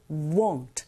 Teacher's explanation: 이때 W-A-N-T와 W-O-N apostrophe T 이걸 구분하실 때 W-O-N apostrophe T는 won't 조금 더 동그랗게 입을 모아서 발음하시면 원하다라는 동사 want와 구분하실 수 있어요